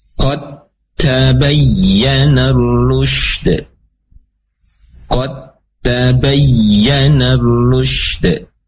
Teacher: Maka huruf dal masuk ke dalam huruf yang kedua yaitu huruf ta ya. Tidak dibaca qad lagi.